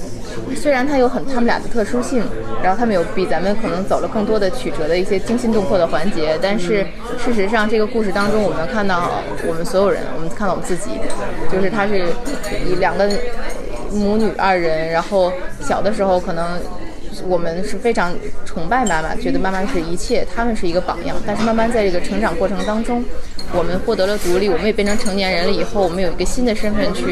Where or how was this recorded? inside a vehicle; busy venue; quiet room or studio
busy venue